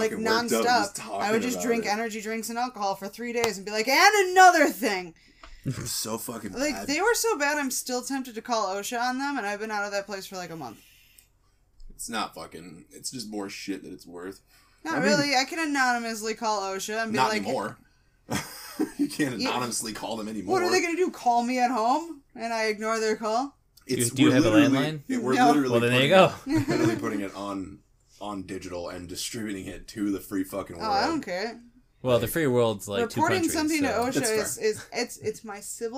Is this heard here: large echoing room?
no